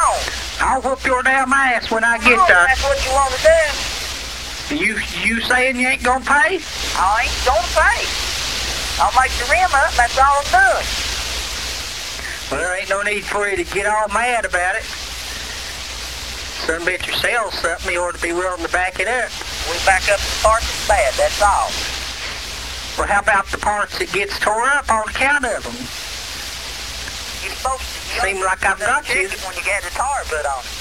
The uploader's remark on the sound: Prank Phone Calls